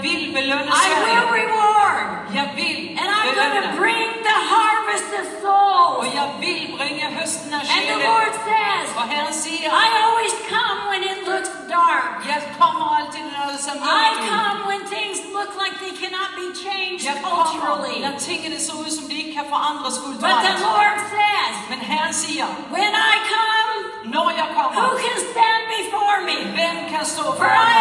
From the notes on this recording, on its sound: This took place at Faith23, a conference in Copenhagen, Denmark, on July 4th 2023.